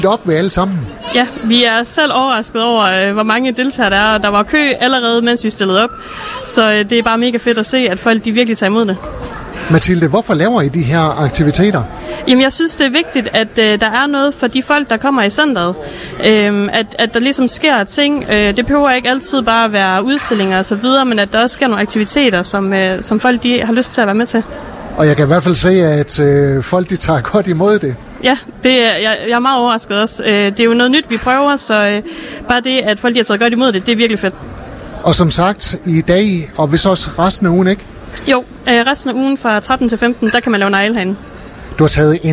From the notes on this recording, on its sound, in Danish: På grund af vind og vejr var Skaga FMs Live fra Sommerby Hjørring for en enkelt dag rykke indendørs i Metropol Shoppingcenter.